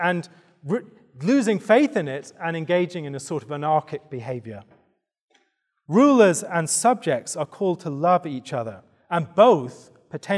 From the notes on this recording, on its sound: given at the 2023 Theopolitan Ministry Conference